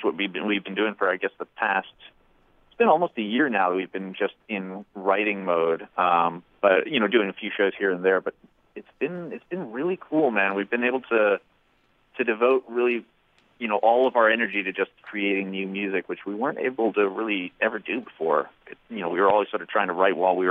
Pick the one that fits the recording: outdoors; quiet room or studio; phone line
phone line